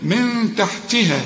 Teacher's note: نون بعدها تاء والتاء من حروف الإخفاء هنا عايزة غنة